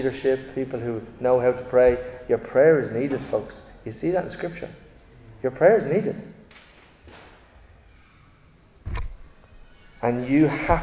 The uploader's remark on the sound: Recorded live in Liberty Church on 28 January 2024